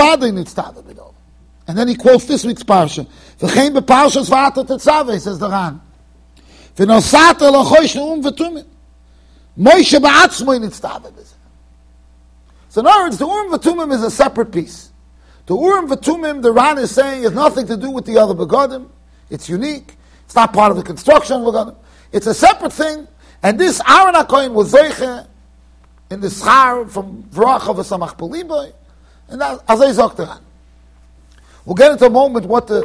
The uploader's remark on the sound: Shiur recorded in Yeshivas Ohr Reuven, Monsey NY.